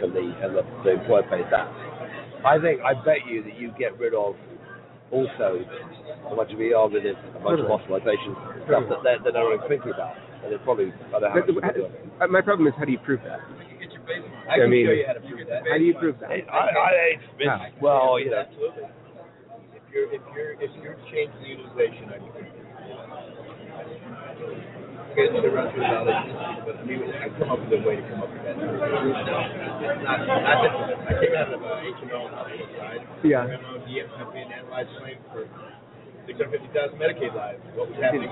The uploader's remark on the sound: Live From #HiMSS 2016: Day Three.